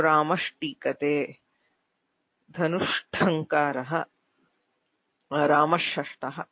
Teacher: ट ठ ष एतेषु परेषु अपि विसर्गस्य सकारः भवति, तस्य ष्टुत्वेन षकारः भवति। सो रामष्टीकते, धनुष्ठङ्कारः, रामषष्ठः इत्यादिषु भवति।